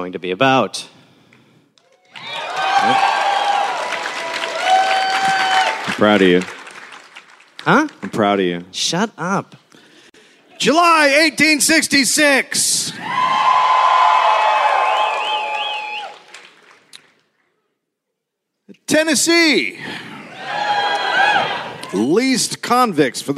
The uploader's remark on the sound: Recorded live in Nashville.